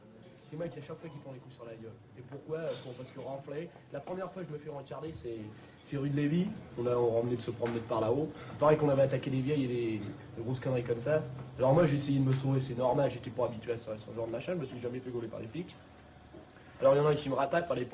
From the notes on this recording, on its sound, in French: Notre émission spéciale consacrée aux bandes de jeunes à Paris est réalisée en direct de la Maison des Métallos.